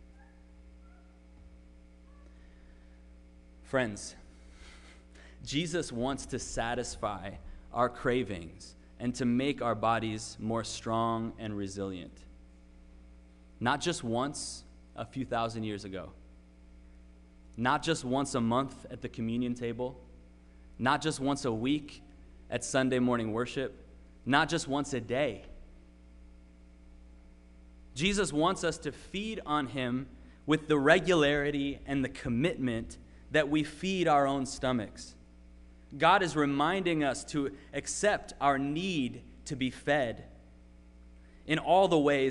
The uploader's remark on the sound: Sermon preached at RCHP